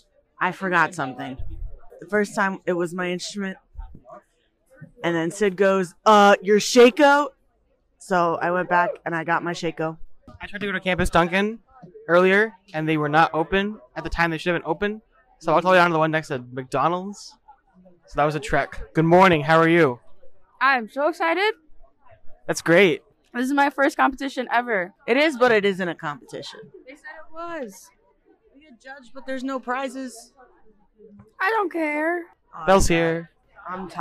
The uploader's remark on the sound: Enjoy these highlights and interviews from our trip to perform at the 2022 Collegiate Marching Band Festival in Allentown, PA.